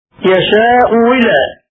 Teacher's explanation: الإبدال واوا وهو أشهر لضم ما قبلها